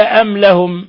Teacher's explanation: ميم ساكنة جاء بعدها اللام إظهار شفوي